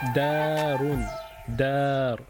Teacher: if you have the fatha vowel, yeah, before the alif, you elongate · Term: long vowels